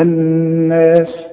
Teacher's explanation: النون المشددة لازم تغن بمقدار حركتين · Term: الغنة